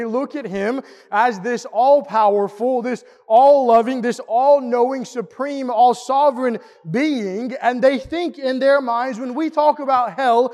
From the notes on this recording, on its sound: Preached at the East Hill Church of Christ in Pulaski, TN on Sunday, August 14, 2022.